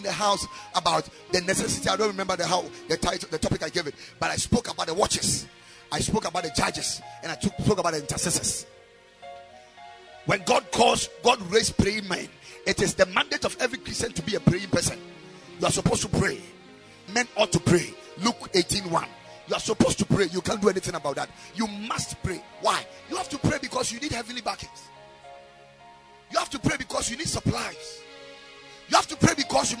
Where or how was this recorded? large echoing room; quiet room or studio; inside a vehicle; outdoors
large echoing room